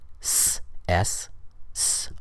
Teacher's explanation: Some consonants like s, s, s are voiceless. There's no vibration in the throat, in the vocal folds.